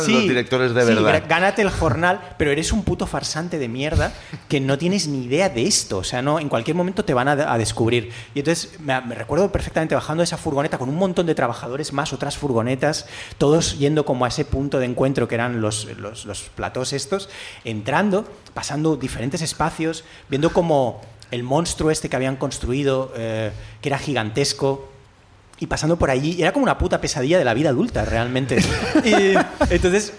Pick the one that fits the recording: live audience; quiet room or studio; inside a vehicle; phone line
live audience